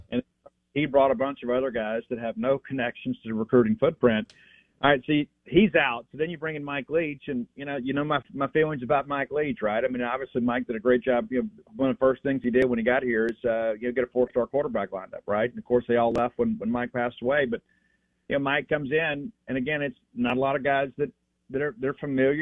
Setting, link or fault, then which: link, phone line